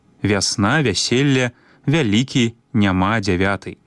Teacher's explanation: Гук А і гук Э з адценнем А. Пры літаратурным вымаўленні ў першым складзе перад націскам пасля мяккага зычнага маем выразны, добра праяўлены гук А.